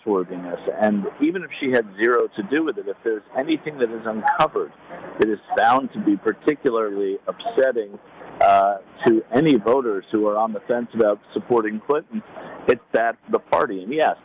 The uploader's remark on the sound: Live from DNC In Philadelphia